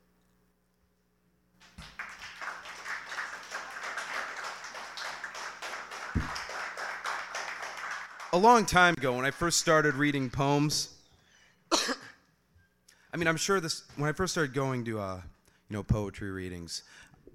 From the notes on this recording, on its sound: There’s a few poems and songs in the open-mic. From Hamtramck MI.